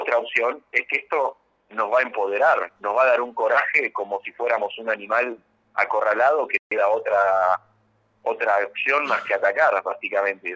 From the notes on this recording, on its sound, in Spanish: Charla Telefonica